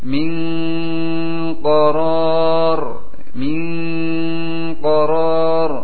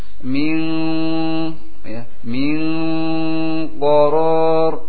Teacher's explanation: Min qarar. Tapi ketika kita siapkan huruf qaf, dengan otomatis pangkal lidah itu naik. · Shown in: second take